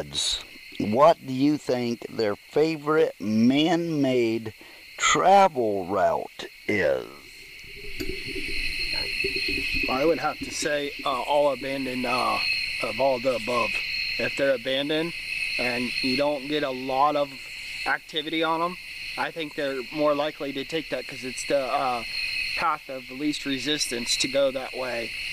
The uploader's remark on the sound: Bigfoot Campfire Roundtable.